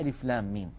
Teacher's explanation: من ثلاثة أحرف ميم مكسورة بعدها ياء ساكنة بعدها ميم ساكنة، لام آخرها ميم ساكنة وميم أولها ميم مكسورة، فندغم الميم الساكنة في الميم المتحركة · Term: مد لازم حرفي